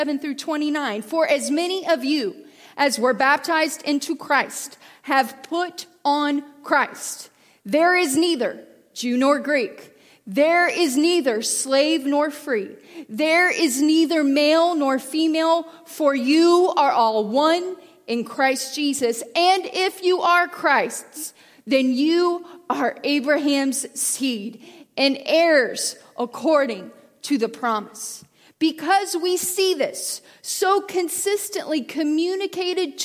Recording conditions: large echoing room